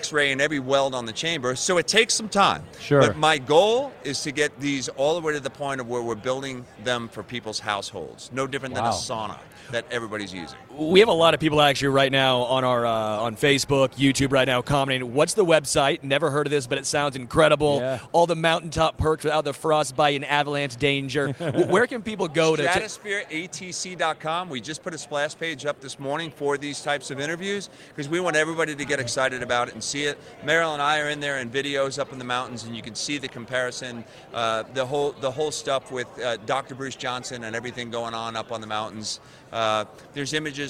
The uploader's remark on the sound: Live from Super Bowl LVIII